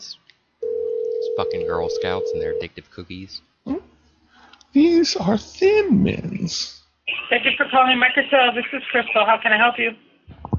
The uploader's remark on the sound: …'s Personal Prank Phone Calls Collection.